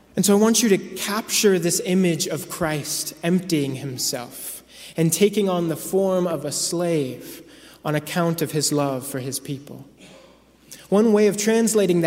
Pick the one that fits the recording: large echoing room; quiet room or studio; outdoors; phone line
large echoing room